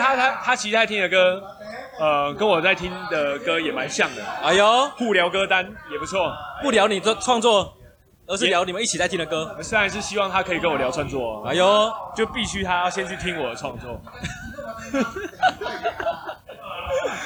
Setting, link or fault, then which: setting, busy venue